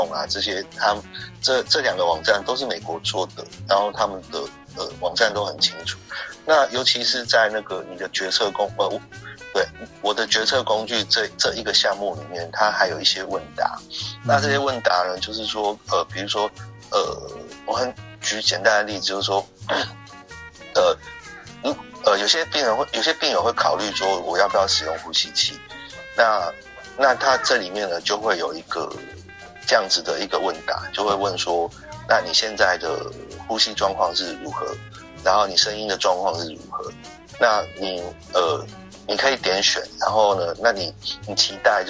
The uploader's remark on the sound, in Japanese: 電話訪問